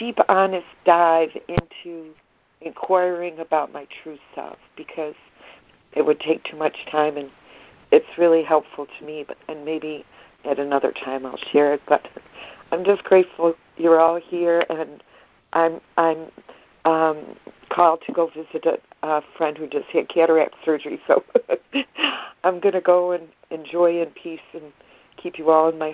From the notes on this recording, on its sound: ACIM Daily Conference Call